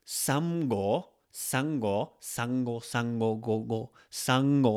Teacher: it's going to be a ng sounds and it's going to be kind of swallowed and put to the back of your throat.